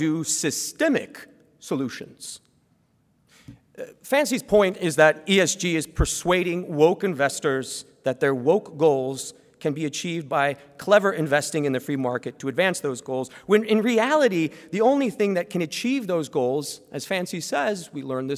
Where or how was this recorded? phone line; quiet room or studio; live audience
live audience